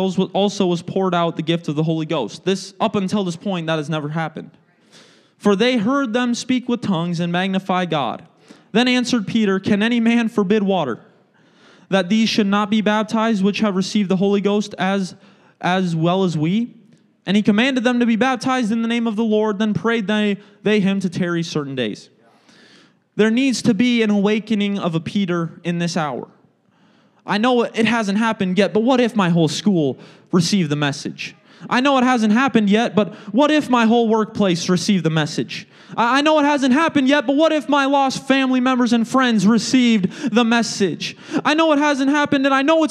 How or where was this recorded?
large echoing room